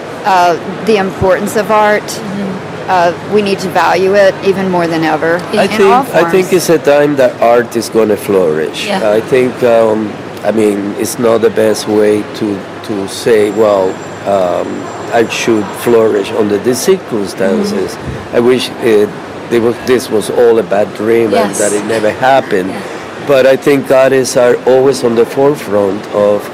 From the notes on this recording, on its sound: Live from Untitled Art Fair